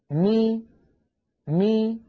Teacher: وإذا أردت أن أنطق بميم مكسورة فإنني أبعد الشفتين عن بعضهما كما فعلت في المفتوح والمضموم، ولكن يصاحب ذلك مخرج أصل الكسرة وهي الياء بخفض الفك السفلي هكذا: مي مي.